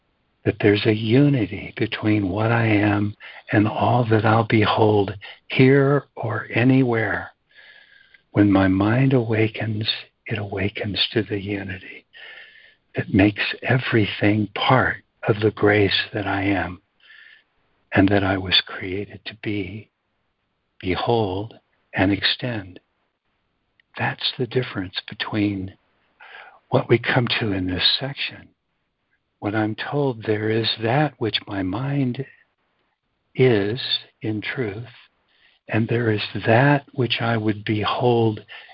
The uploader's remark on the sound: ACIM Daily Conference Call